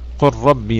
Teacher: قل ربي مثلا قل ربي هذا لا خلاف في إدغامه بين القراء كلهم يدغمون اللام في الراء